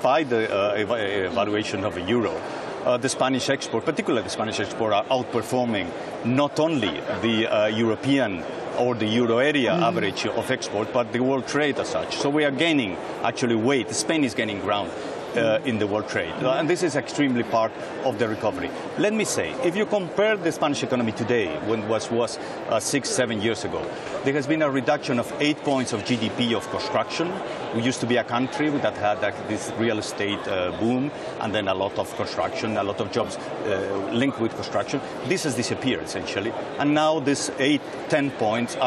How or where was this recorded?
busy venue